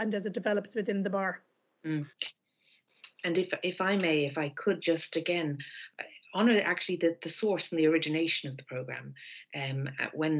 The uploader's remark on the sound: over Zoom